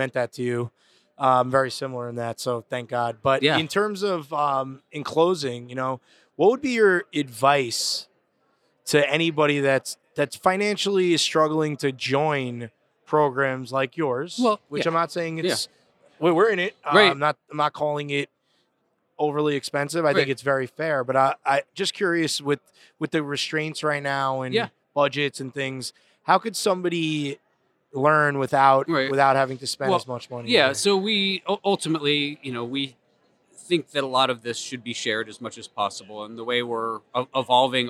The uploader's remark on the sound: Recorded live at the Brand Safety Summit NY on November 3, 2022.